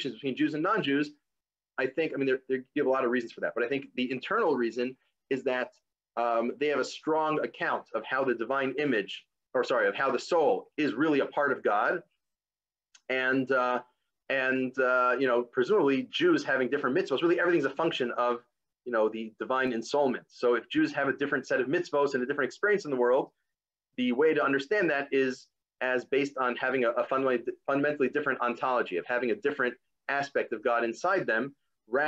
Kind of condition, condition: link, video call